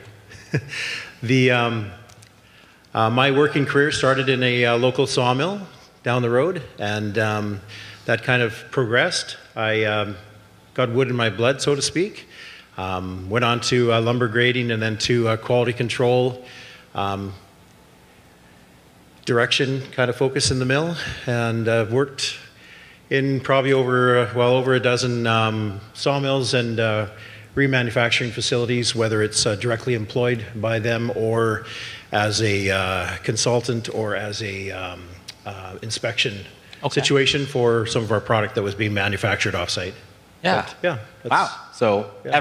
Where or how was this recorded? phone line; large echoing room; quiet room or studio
large echoing room